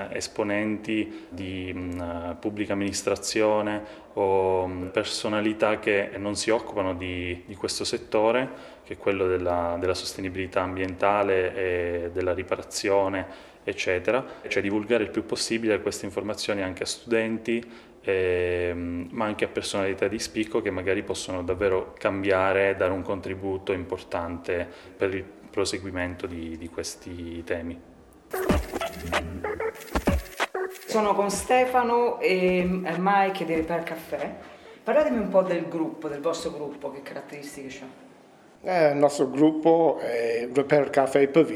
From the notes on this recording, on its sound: It features interviews recorded in Turin during the event, capturing participants and organisers’ excitement, and the energy at the event. Fixfest Italia took place within the Turin Mini Maker Faire.